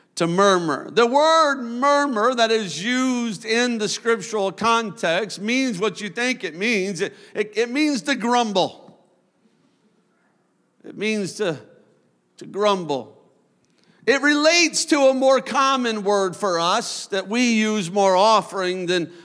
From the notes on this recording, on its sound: a service recording from Connect Point UPC